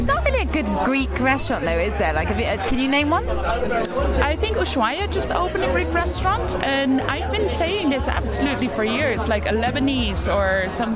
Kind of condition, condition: fault, background noise